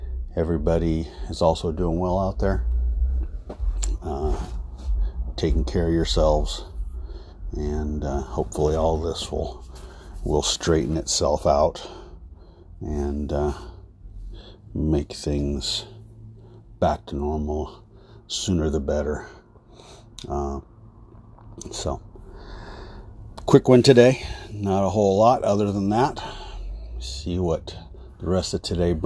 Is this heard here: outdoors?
yes